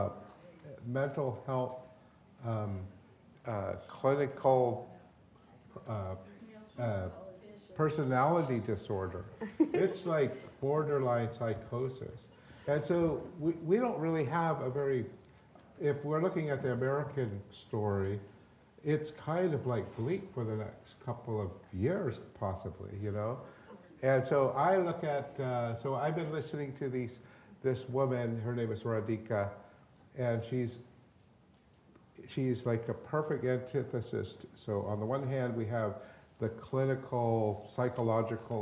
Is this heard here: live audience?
yes